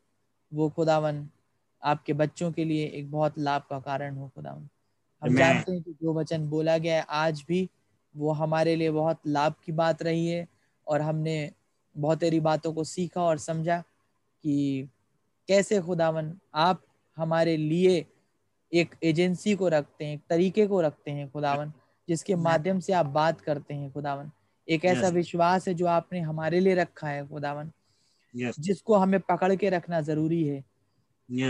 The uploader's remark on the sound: Zoom Meeting